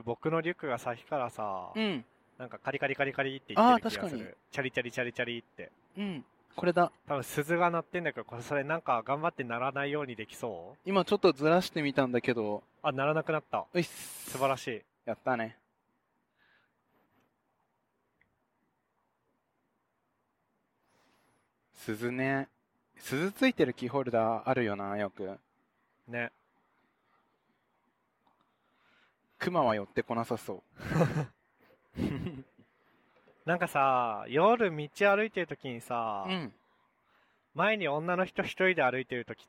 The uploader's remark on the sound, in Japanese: 北海道でドライブしながら収録しました。